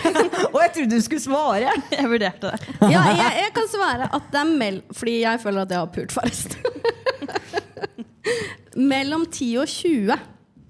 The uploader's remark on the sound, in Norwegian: LIVE pod. De svarer på spørsmål fra publikum, og gir hverandre utfordringer på scenen.